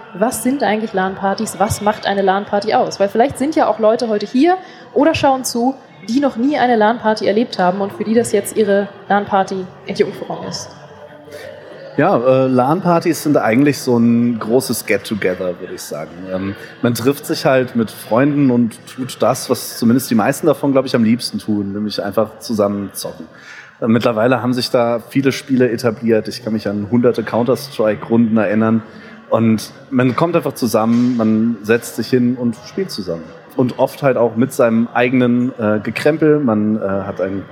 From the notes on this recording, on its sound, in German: live von der CAGGTUS in Leipzig